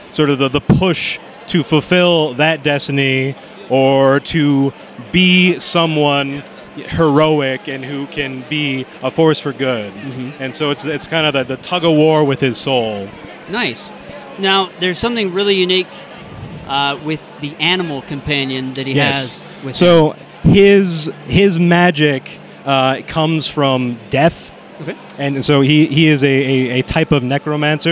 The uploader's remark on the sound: Live from DragonSteel 2023. Author Interviews LiveFrom DragonSteel 2023.